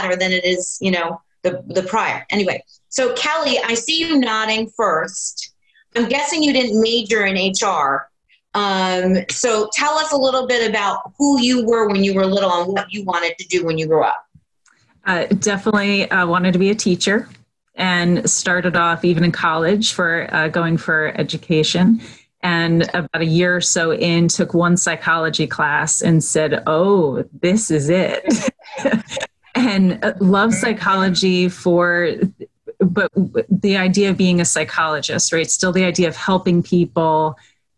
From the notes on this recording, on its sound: Live from Home. Moderate a virtual panel.